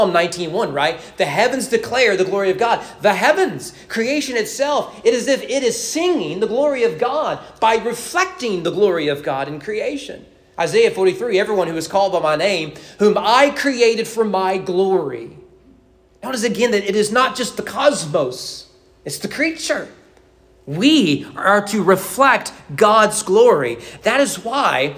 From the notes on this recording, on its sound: Sermon preached at East Frankfort Baptist Church on August 20, 2023 during morning worship.